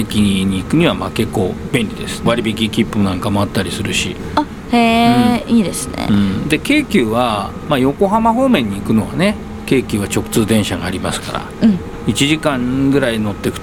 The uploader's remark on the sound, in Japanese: 大田区・川崎。その後はいよいよかつて住んでいた街・西馬込へ・・・。新旧の車両工場をブラブラ歩きながら。